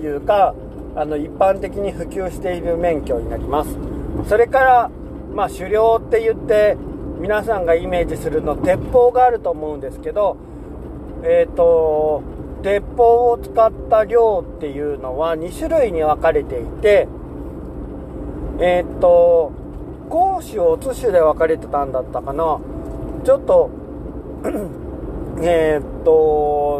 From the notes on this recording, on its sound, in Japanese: いなかの“夜道”。夜の山道を運転しながら、とりとめもなく喋りました。